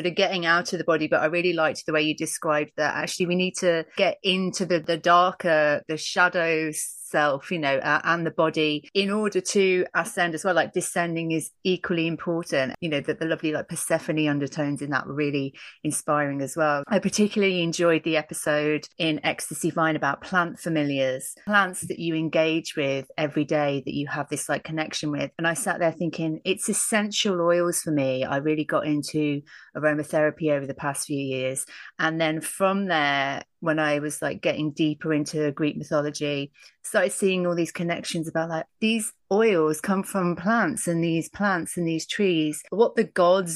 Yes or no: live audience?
no